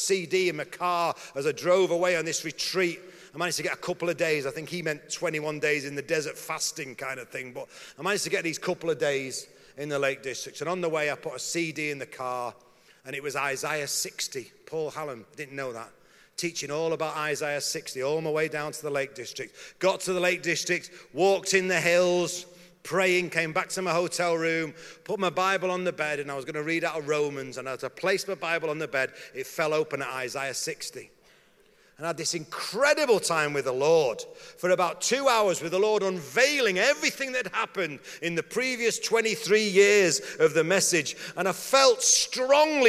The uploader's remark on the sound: talk from the Message 30 Years Conference